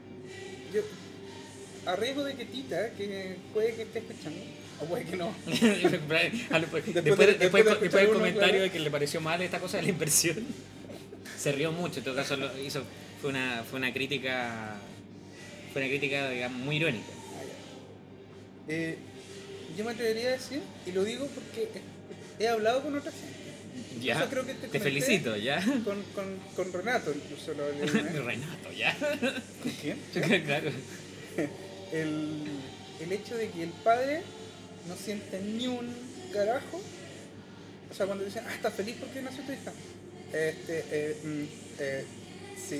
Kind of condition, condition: setting, busy venue